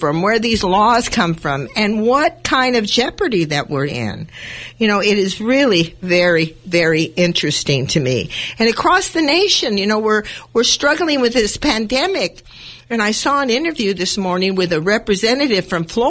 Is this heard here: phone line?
yes